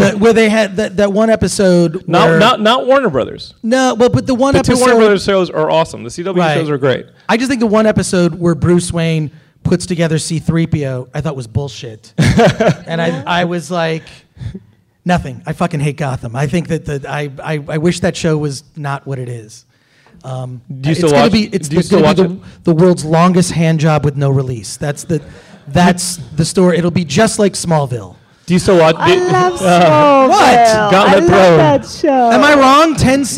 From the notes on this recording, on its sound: Live from Stan Lee's Comikaze Expo, our very first LIVE Geekscape from a comic convention!